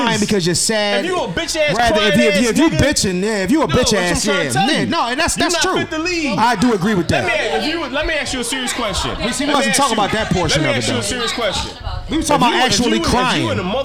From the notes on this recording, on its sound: Live From Krush Lounge in Philadelphia Pa 3/28/23!